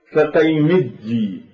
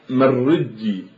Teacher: على أن هذه القبيلة تقلب الياء المشددة وبعض الياء أيضا إلى جيم